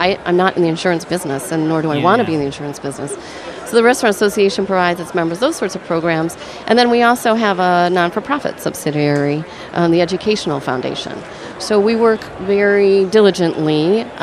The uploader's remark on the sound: The recording of the live broadcast from the International Food &amp; Foodservice Show at the Javits Center. The recording of the live broadcast from the International Food & Foodservice Show at the Javits Center.